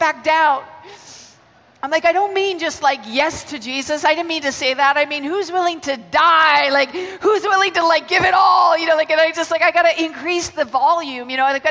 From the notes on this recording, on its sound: Keynote 1 from the Message Conference 2017 recorded at Victoria Warehouse on 17 November.